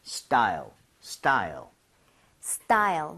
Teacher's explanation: T 사운드를 너무 세게 내려고 하지 말고 걔를 된소리 좀 비슷하게 내주면 좋아요.